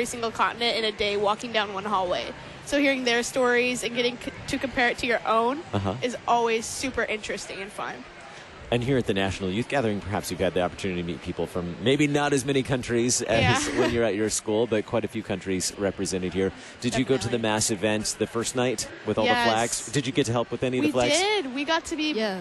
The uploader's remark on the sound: Live from the 2019 LCMS National Youth Gathering